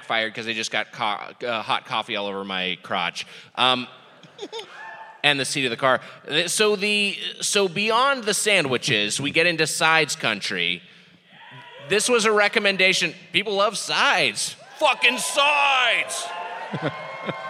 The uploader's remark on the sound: (LIVE). Recorded live at the Agora Theatre and Ballroom.